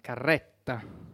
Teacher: il cognome è di origine lucana, quindi la E è aperta, Carretta. Recentemente però ho provato, siccome non sono soddisfatto di questo cognome, ho provato a pronunciarlo secondo la dizione, cioè con la E chiusa.